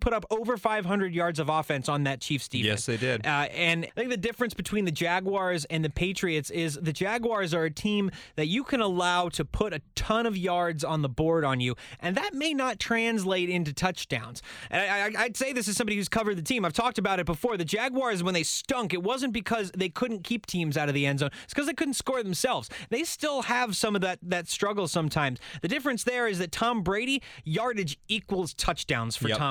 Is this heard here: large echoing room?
no